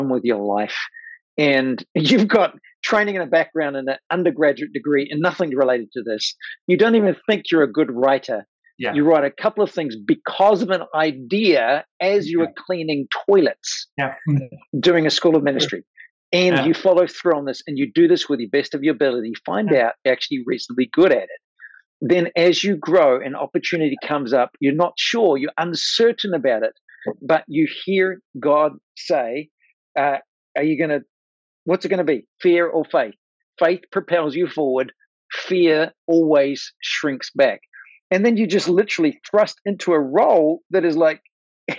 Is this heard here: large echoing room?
no